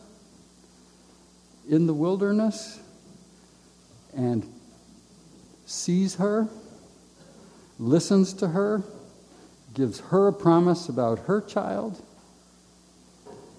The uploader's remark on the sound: A live recording of Camp Arcadia's Dean & Lecturer's Program. This podcast was recorded live in the Assembly building during Camp Arcadia's Family Week 9.